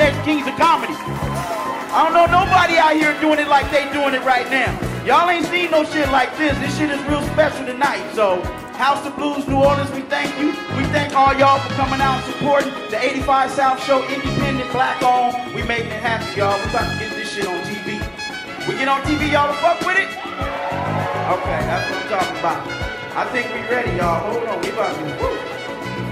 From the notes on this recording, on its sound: 85SouthshowLIVE from The House Of Blues NO. The crew returns for part 2 of The 85 South Live Show from the House of Blues New Orleans. Take the stage for stand-up comedy sets in front of a sold out audience on Decatur Street. You’re gonna love the musical songs created live on stage. The live band (hired off craigslist) check in to bring out the real New Orleans feeling.